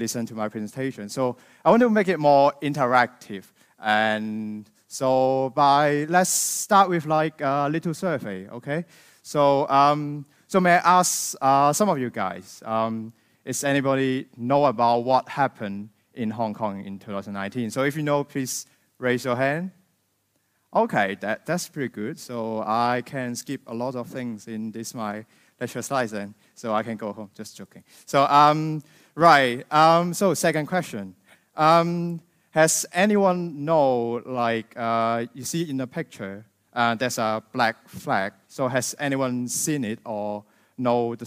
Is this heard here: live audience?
yes